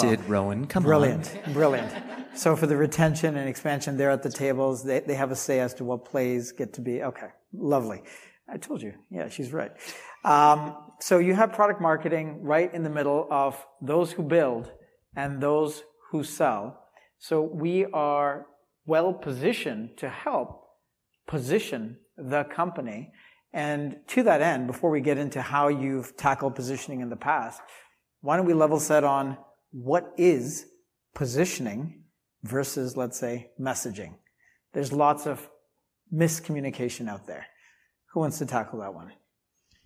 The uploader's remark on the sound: live from #PavilionCMOSummit2023